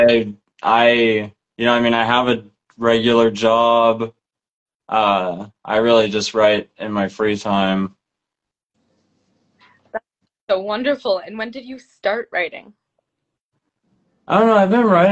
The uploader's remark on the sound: Instagram Live Interview